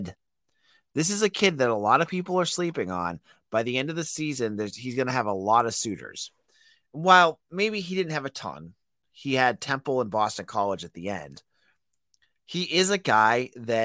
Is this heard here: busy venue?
no